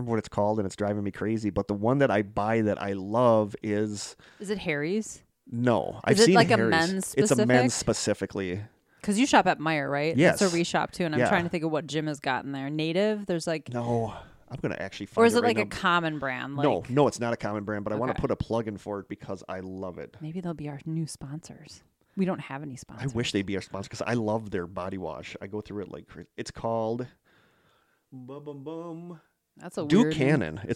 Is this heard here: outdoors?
no